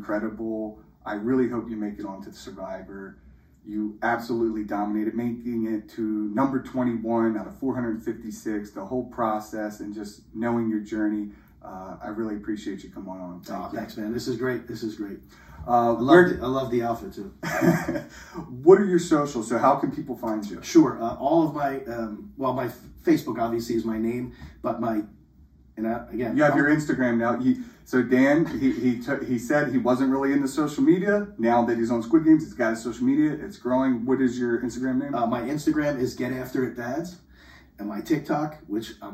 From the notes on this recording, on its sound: The audio quality drops in the last five minutes as our mics went cold!